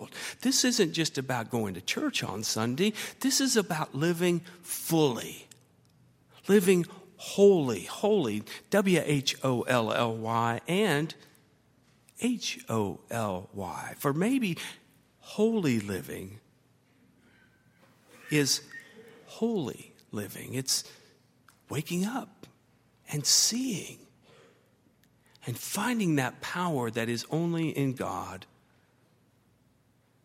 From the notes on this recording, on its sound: at Highland Baptist Church